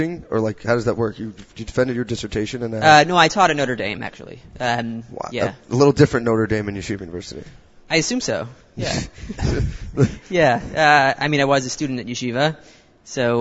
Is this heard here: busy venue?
yes